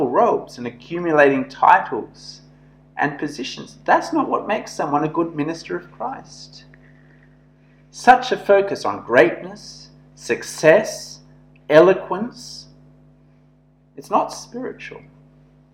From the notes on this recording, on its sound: This sermon was preached at St George's Church, Penang on 11th August 2021.